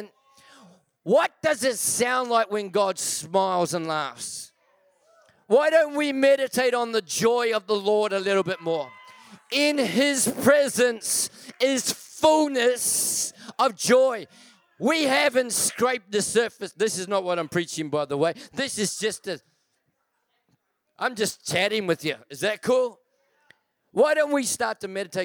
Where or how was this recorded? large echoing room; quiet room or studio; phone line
large echoing room